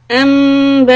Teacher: The little baby meme is meme of إقلاب. We stop for two harakat. Lips lightly on top of each other.